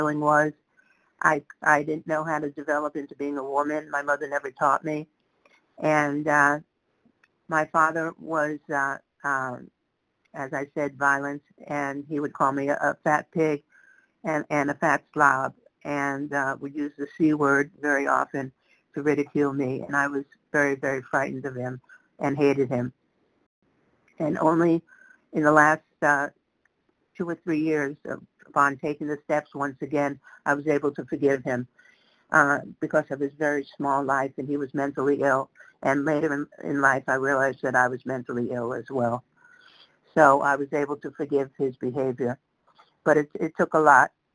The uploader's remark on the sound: 100 Pounders Phone Meeting